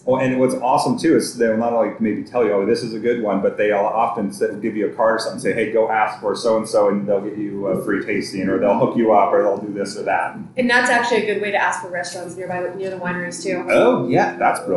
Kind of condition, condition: setting, busy venue